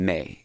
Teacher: I say May, and even that, there's a little bit of movement in my vowel, even though it's just A.